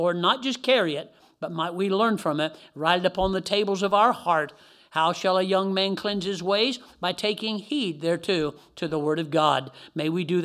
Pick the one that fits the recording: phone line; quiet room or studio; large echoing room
large echoing room